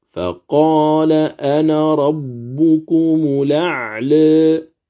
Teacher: الألف في لفظ أنا تحذف فتقرأ كما هي مرسومة هنا: فقال أنا ربكم الأعلى. · Term: حذف الألف